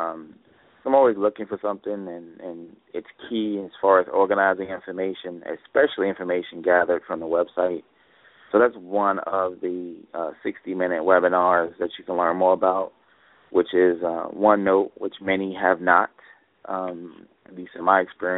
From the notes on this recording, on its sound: LIVE Call-In TABRadio Broadcast. A TABRadio broadcast live call-in show.